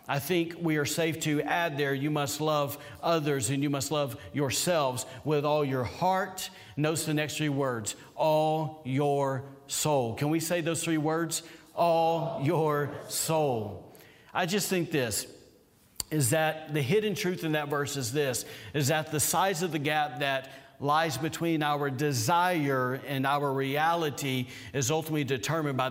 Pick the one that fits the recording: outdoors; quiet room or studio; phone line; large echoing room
large echoing room